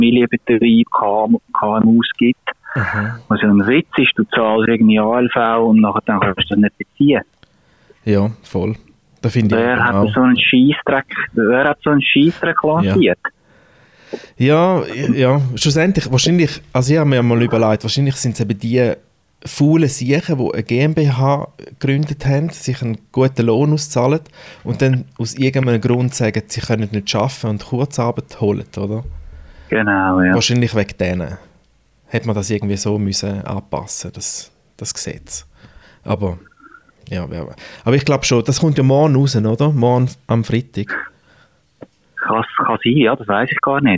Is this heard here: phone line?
yes